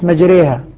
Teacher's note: مجري الراء مرققة. لماذا مرققة؟ مع أن الراء أصلا مفتوحة هنا. قال لأننا جنحنا بالفتحة نحو الكسرة فأشبهت الراء المكسورة فأخذت حكمها.